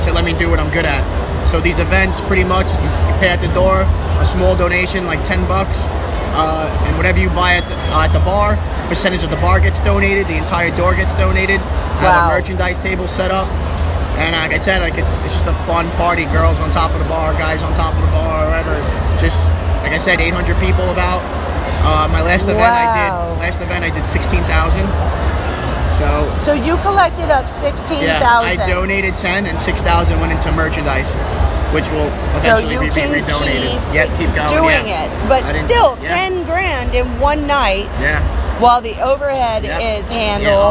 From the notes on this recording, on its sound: Exxxotica New Jersey 2017. The people and Talents, signings and live shows were never-ending. Periscope live, walk through with me during the event.